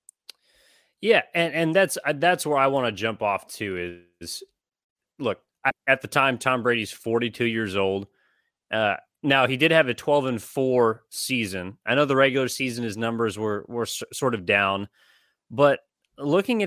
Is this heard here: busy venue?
no